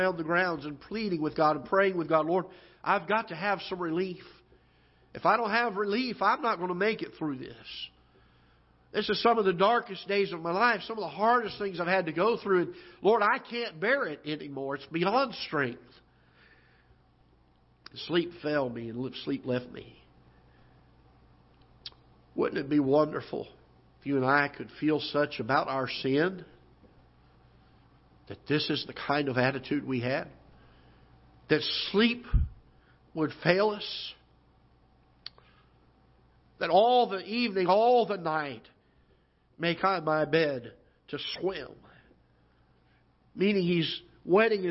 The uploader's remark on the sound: Ketha Heights Baptist Church ~ Live Broadcast